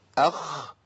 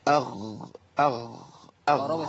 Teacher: يبقى انا لو انا مشيت النفس في الغين قلبت الى خاء، ولو منعت النفس عن الخاء قلبت الى ايه؟ غين · Shown in: second take · يعني صفه تغير صوت حرف الى حرف اخر. · Term: قطع للنفس